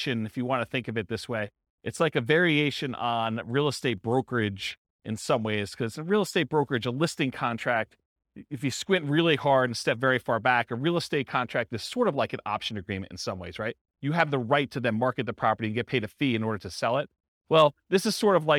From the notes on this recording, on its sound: This was a live class recorded